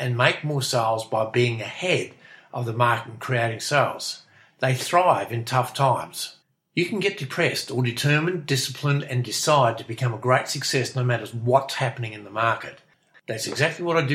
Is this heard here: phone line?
no